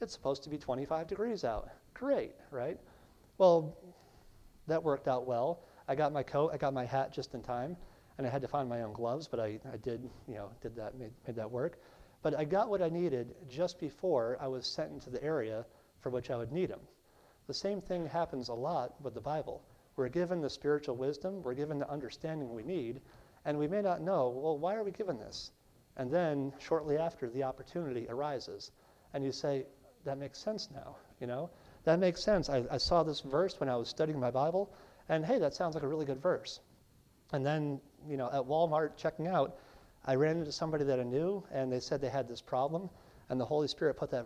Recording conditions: large echoing room